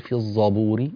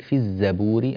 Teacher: يعني لا تؤثر، لا يتأثر المرقق بالمفخم والعكس، ومثال ذلك في تلاوتك في الزبور، لا تقول في الزبور، لا تفعل ذلك، في الزبور الزاي مرققة · Shown in: second take